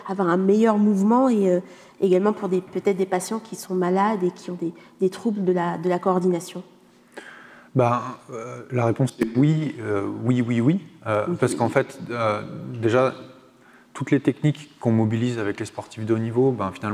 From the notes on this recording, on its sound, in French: Une émission enregistrée en public dans le cadre des Conférences éton'Nantes du Muséum d'histoire naturelle de Nantes Métropole et de la Fête de la science 2023.